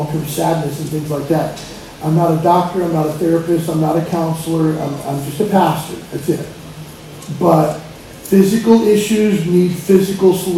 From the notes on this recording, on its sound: POOR QUALITY AUDIO WARNING